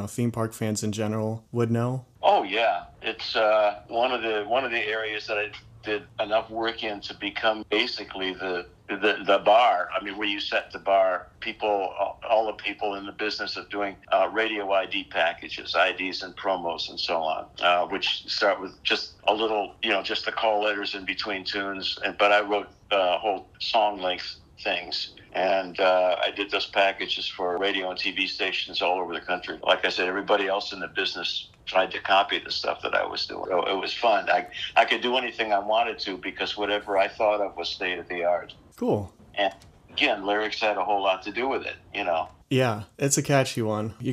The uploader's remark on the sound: This phone interview. This was recorded with a pretty simple setup, so please excuse any audio issues you may hear.